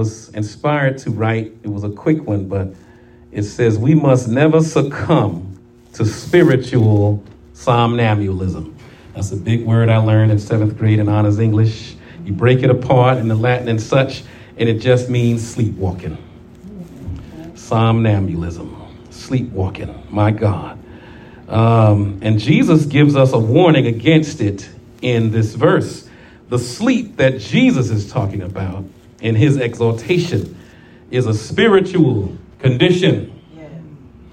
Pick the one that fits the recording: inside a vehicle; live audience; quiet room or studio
live audience